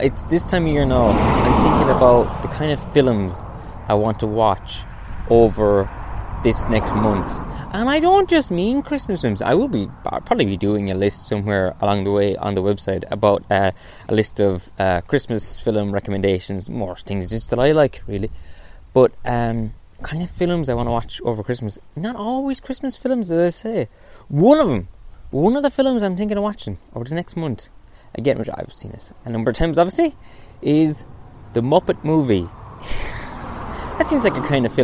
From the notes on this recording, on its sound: On today's episode I go for a little walk. Then I go indoors.